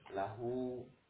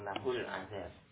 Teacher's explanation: Hak dhamir di sini bertemu dengan sukun, maka tidak dibaca dengan lahu, tapi langsung lahul azab. · Shown in: second take